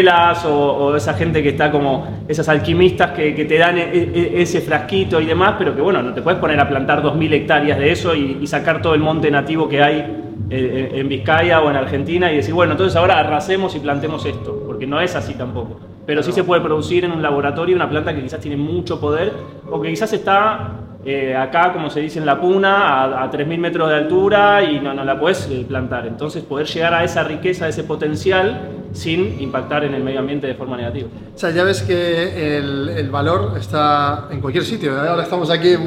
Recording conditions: busy venue